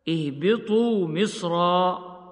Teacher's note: أما كلمة مصرا المنونة بالفتح بسورة البقرة فلا خلاف في تفخيمها وصلا ووقفا هكذا: اهبطوا مصرا فإن لكم ما سألتم. ويبدل التنوين ألفا عند الوقف